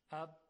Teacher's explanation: یا در تلفظ حرف ف اف میبینیم که هوا جریان داره، اما در تلفظ بعضی از حروف، مثلا در تلفظ حرف با، میبینیم که جریان هوا به اون صورت نیست، یعنی نمیتونیم صدای حرف ب رو ما بکشیم، اب قطع میشه، یعنی لبها وقتی روی هم میاد قطع میکنه صدا رو، اب، تا وقتی که لبها کنده بشه.